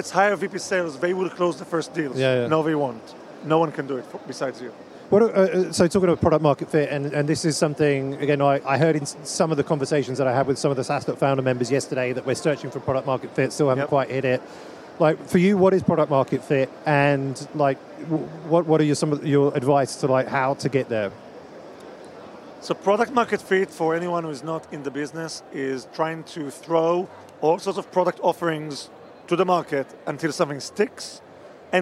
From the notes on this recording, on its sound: live from the #SaaStock2023 Podcast Stage